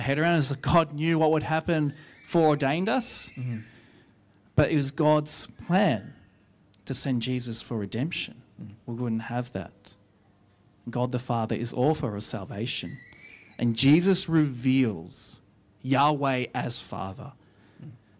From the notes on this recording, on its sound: recorded live at our 10am Sunday Service